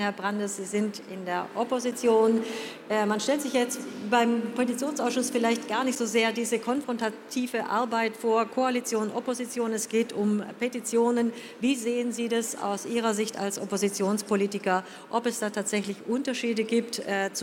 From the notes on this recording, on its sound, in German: Podiumsdiskussion des Petitionsausschusses